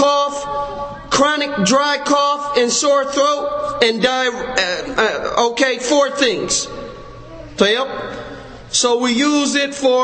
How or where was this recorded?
large echoing room